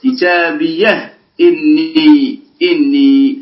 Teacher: بالتحقيق دائما هو الإتيان بالهمزة على صورتها